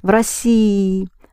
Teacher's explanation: It sounds as if you just prolong one E.